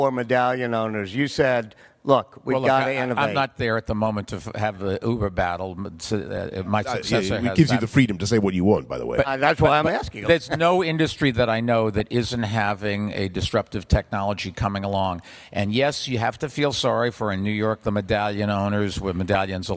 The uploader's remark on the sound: Recorded at CityLab 2015 in London.